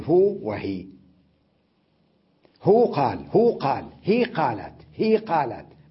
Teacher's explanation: من العرب من يسكنهما حتى في الوصل يقول هو وهي، هو قال هو قال، هي قالت هي قالت، ما يقول هي قالت، من العرب من يفعل هكذا، تمام.